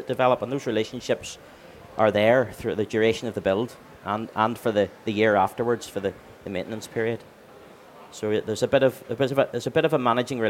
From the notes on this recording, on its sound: Recorded at Selfbuild Live Belfast in October 2023.